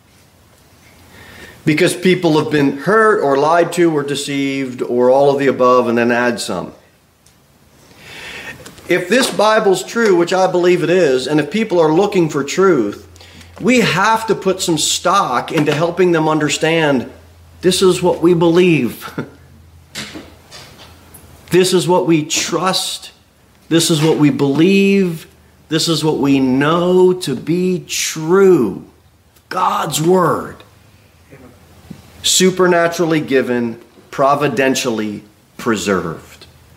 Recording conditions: large echoing room